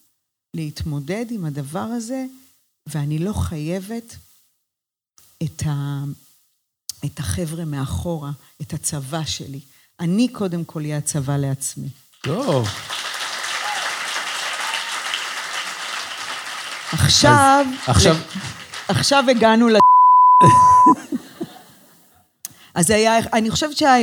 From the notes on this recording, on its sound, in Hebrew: פרק לייב - הגרסה המצונזרת.